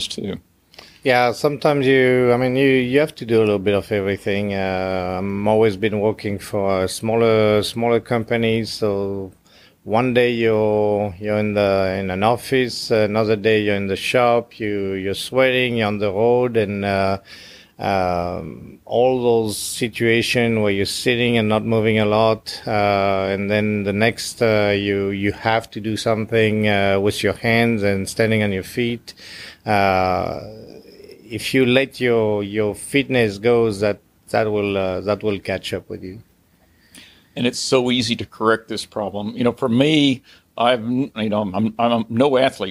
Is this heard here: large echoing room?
no